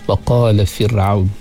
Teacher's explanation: Kita nipiskan bacaan kita pada huruf ra yang mati sebelum dia berbaris kasrah.